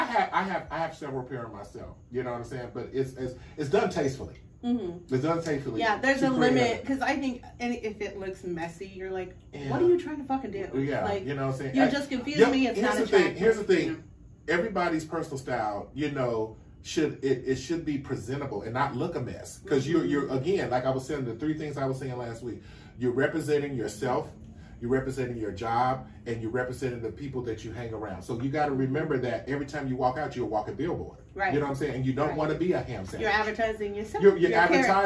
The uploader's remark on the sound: Our apologies for the audio on this episode. We had some technical difficulties with the audio file and had to use a backup source for the audio.